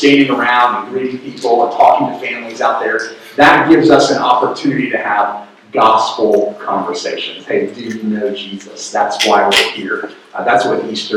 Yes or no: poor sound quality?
yes